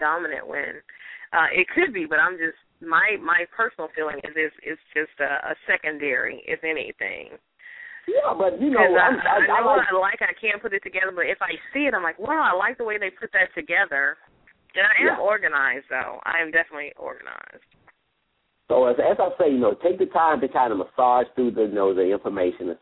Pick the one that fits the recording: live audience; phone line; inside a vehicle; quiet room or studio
phone line